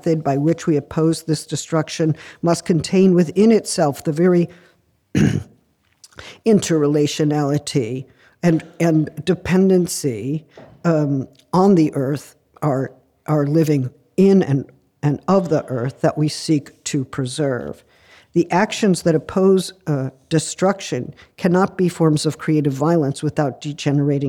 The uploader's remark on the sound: The lecture was recorded at the University of Copenhagen, Denmark, on May 4th 2023.